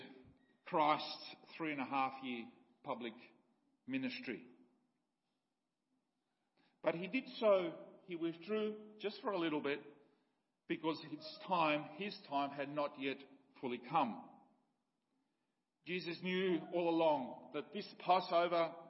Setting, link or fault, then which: setting, large echoing room